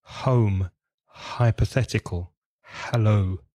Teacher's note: be careful of the H sound. It's very, very soft in English. And there's a tendency for you to say a bit like from the throat, like home.